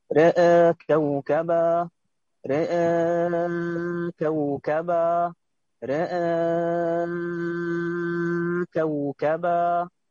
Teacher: طيب أنت الراء ماشي، لكن الهمزة مش باين فيها التقليل